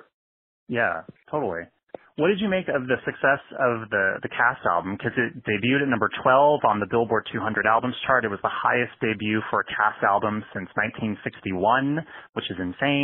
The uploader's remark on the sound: Calls in to the Pop Shop.